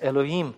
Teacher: Вы можете даже, если вам трудно, допустим, «эхе» при дыхании произвести, просто говорить «элоим», то есть как бы «о» и «и» соединять, «элоим». Да, почти не слышно, «элоим».